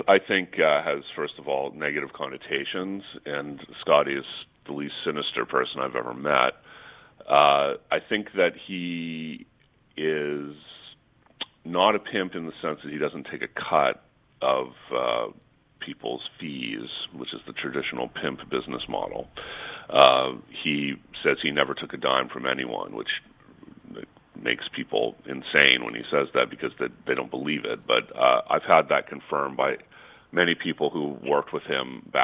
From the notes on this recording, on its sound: We got her to phone in from a submarine!